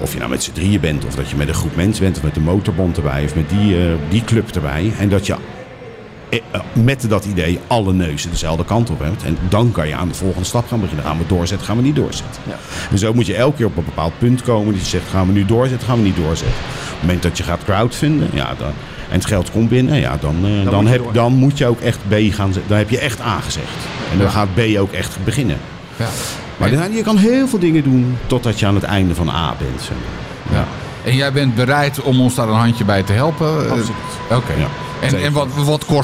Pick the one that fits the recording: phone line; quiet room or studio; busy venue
busy venue